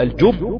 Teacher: غيابة الجب تقف على الباء بالتشديد لأن طبعا واحدة ساكنة والتانية محركة بكسر، والمقلق لما بنقف عليه ويبقى مشدد ده بيبقى في أعلى درجاته، فلا تسرع في الإتيان بالقلقلة بل تتأخر قليلا تقول الجب، كوقوفك على كلمة الحق وتب.